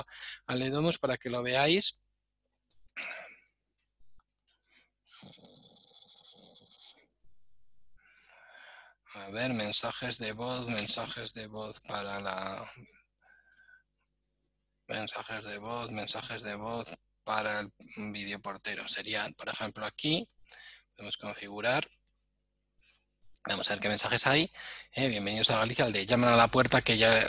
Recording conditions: video call